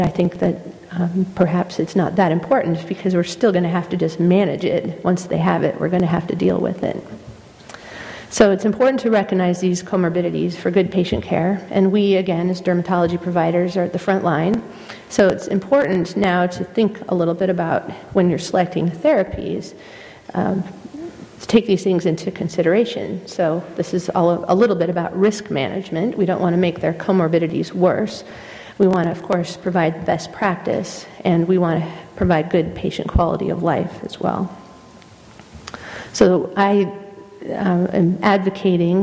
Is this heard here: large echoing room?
yes